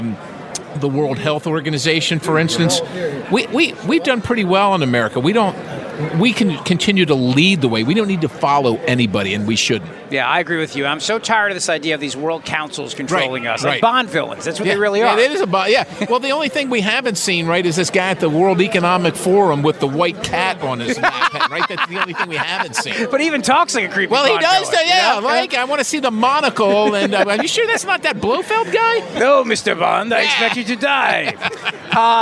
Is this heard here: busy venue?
yes